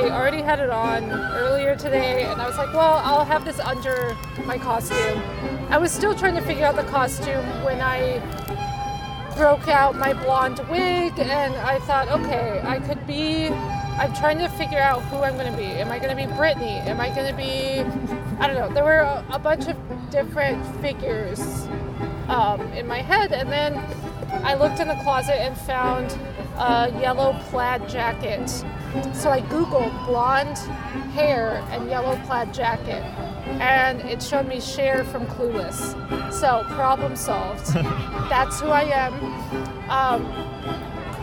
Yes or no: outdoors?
yes